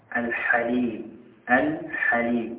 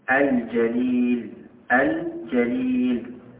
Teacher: لأن لام التعريف بعدها الحاء الحليم الحليم، نظهر اللام · Term: لام قمرية